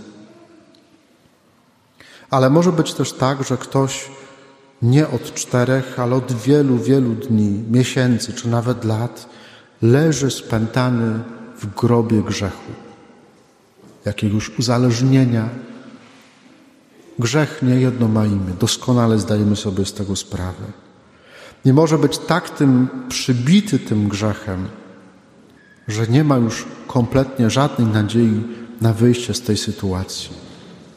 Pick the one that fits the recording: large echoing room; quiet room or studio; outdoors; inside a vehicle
large echoing room